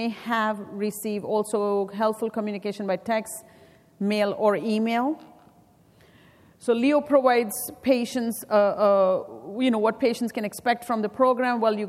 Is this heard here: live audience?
yes